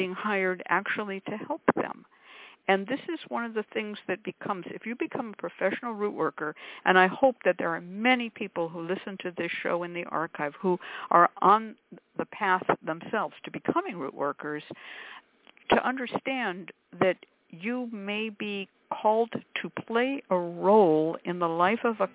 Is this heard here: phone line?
yes